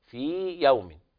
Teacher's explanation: الياء الأولى تخرج من جوف الحلق والياء الثانية تخرج من وسط اللسان فليس بينهما تماثل